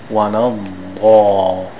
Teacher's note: you make the mouth tall and the sides of the tongue together, and it has a more O sound to it, a full sound to it. This is called mufakhama.